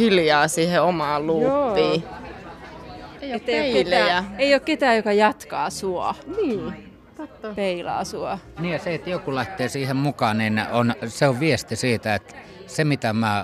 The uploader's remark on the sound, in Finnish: Ohjelma on äänitetty tutkijoiden ja järjestöväen työpajassa Seinäjoella.